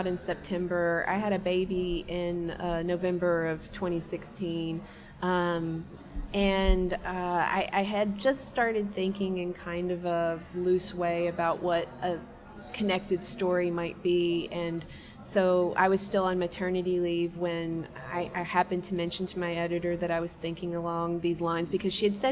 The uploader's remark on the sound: Recording at the 36th Annual Kentucky Book Fair